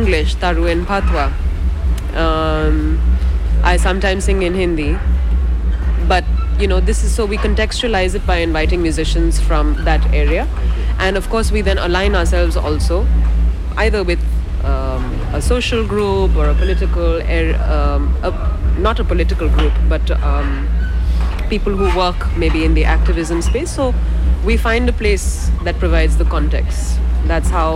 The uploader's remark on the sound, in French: Réalisée au Festival Dubcamp 2023. Radio Canut.